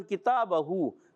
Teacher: اور کاف کا مخرج زبان کی جڑ اور تالو کا سخت حصہ، یہ کاف کا مخرج ہے